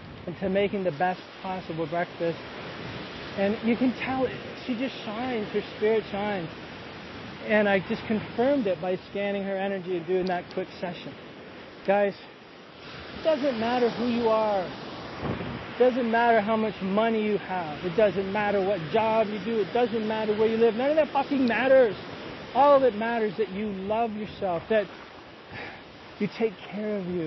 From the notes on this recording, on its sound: walking on a beautiful beach in Costa Rica, the sun shining, the breeze blowing, the waves coming